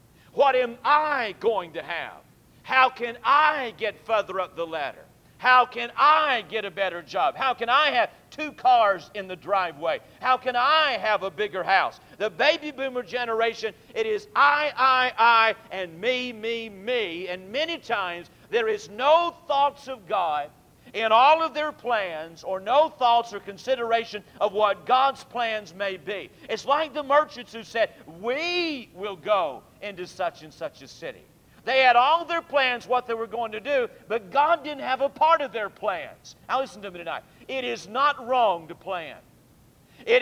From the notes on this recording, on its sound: during the PM service on February 27, 2002